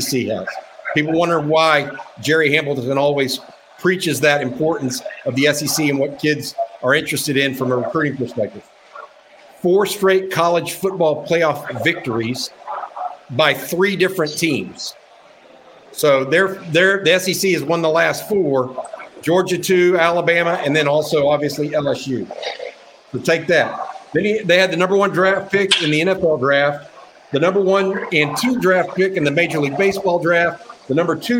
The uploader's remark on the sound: live from SEC Media Days